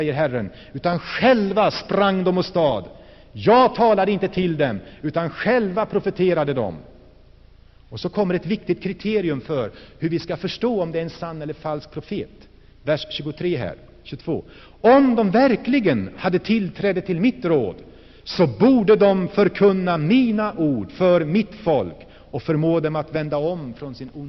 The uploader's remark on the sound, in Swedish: Inspelad i Saronkyrkan, G&#154;teborg 1984-11-11.